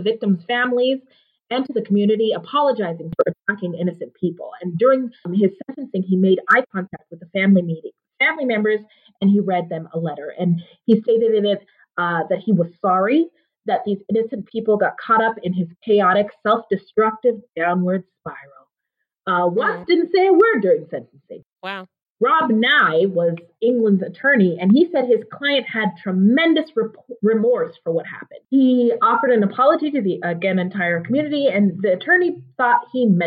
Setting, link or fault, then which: fault, poor sound quality